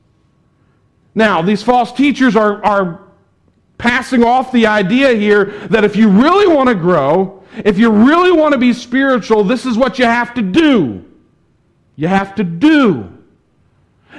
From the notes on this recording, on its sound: was preached at the Tarrant Bible Methodist Church